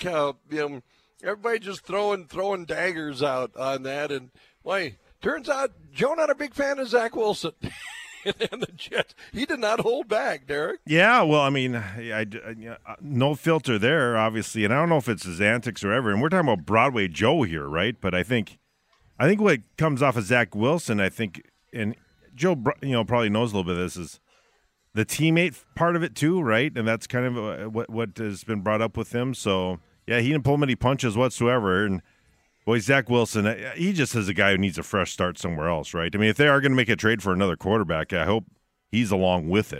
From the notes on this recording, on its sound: Live from Applebee's on 13th.